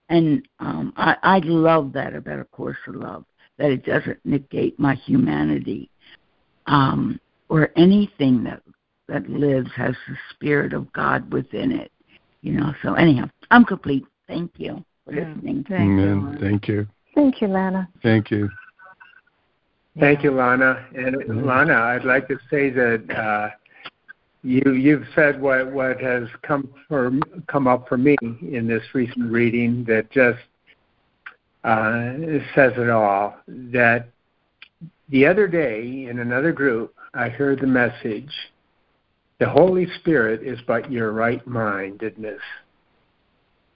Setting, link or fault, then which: link, phone line